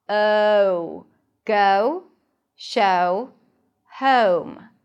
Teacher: This is American English. In British English, the first sound is actually a schwa.